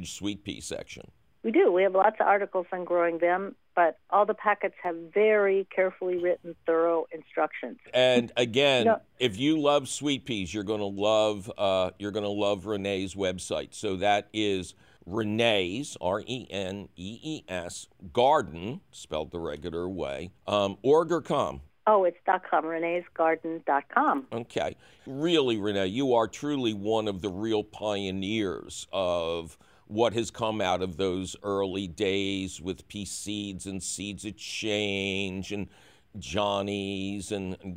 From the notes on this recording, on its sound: As always, we take your fabulous phone call questions.